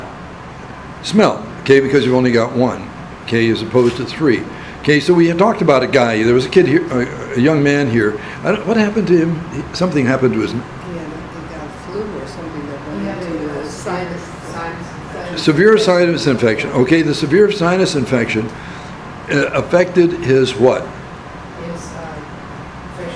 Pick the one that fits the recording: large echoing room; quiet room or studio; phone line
large echoing room